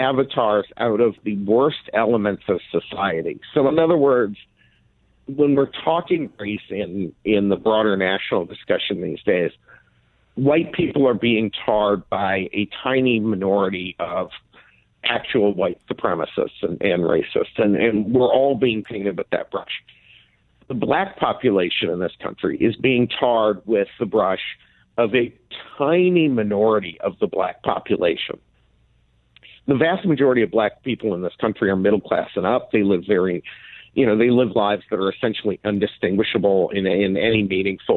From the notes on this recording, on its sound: By phone for the full hour.